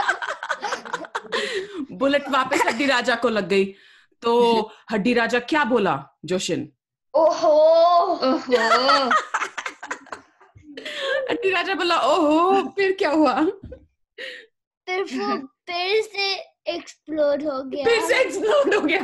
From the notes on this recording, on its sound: Live Zoom Call was super-FUN! Listen the story we created with our friends who joined us on the call.